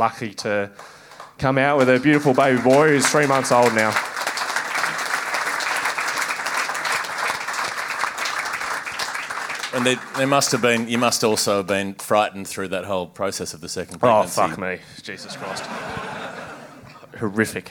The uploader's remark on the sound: Live at the Corner Hotel. With some polishing up for the audio feed.